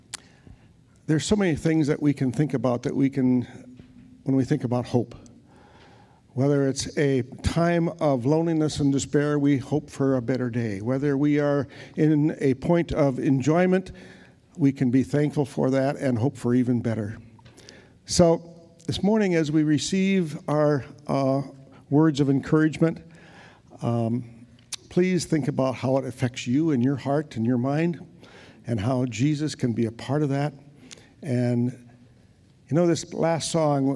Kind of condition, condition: setting, large echoing room